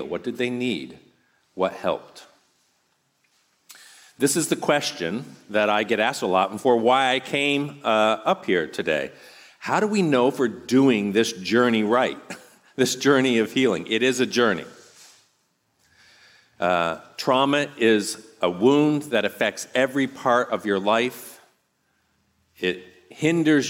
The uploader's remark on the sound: on this podcast you’re going to hear a talk from our last RESTORE conference